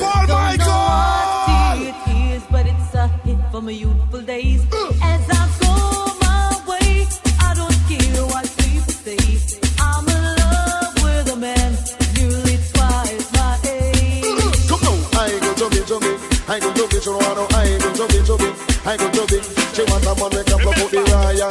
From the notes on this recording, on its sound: LIVE AT ISLAND SATURDAYS ON OCTOBER 22ND. LIVE AUDIO.